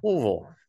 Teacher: Well, it's like you're turning it's almost like not quite, it's not three syllables. It's, you guys turn it into like two and a half syllables. Not quite two, not quite three.